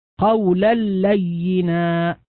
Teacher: والقول الصحيح أن ندغم إدغاما كاملا، يعني النطق باللام مشددة ولا أثر للنون إطلاقا